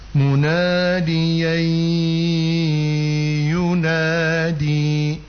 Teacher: Jadi kata munadiyan yunadi, munadiyan yunadi, maka dia dibaca munadiyai yunadi ya, nadiyai idgham bi gunnah ya, munadiyai ya, yai itu ditahan dulu karena mesti digunnahkan dulu kan, idgham bi gunnah ma'al gu ma'al gunnah.